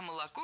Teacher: А молоко произносим «ашно», а пишем «ошно».